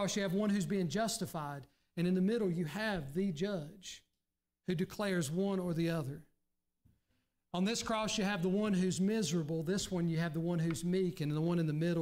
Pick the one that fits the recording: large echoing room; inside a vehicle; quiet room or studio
large echoing room